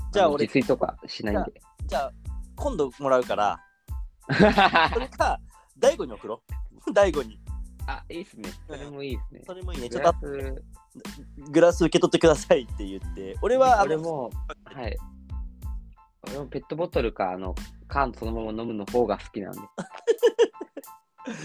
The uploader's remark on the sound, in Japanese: リモート収録2022.04.20